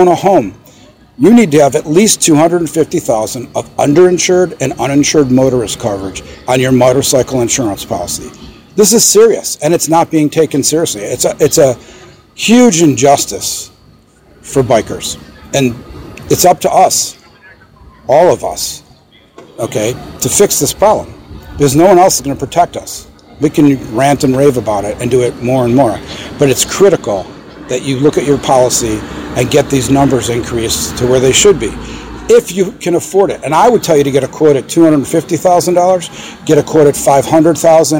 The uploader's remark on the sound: Live at Hoover Dam!